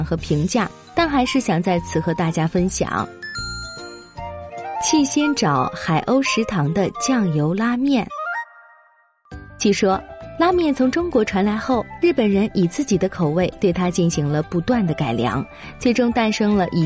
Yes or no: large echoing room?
no